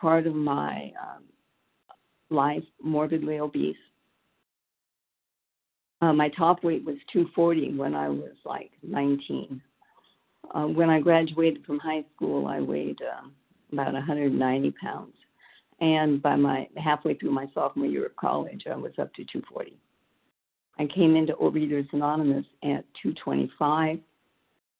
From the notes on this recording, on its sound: the 100 Pounders Phone Meeting, 5/19/23